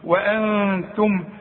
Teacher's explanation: برضو التاء جت لنا وقبلها النون ساكنة، نون ساكنة وبعدها التاء من حروف الإخفاء، هغن واخفي، والغنة بمقدار حركتين لا تزيد ولا تنقص